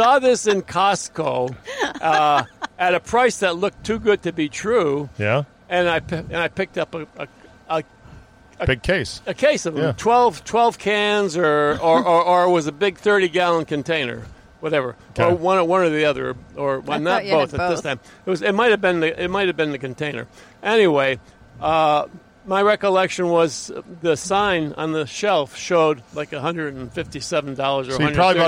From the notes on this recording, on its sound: an interview in the van